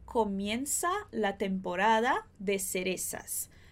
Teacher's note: Eu vou pronunciar como a forma como eu estou acostumada no espanhol, com o som de S